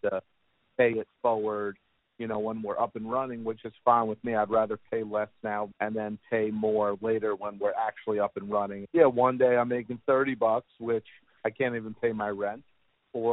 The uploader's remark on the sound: Makes phone calls to five business owners from all over the city.